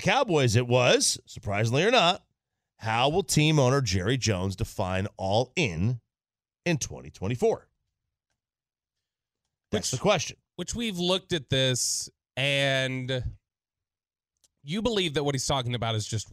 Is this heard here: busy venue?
no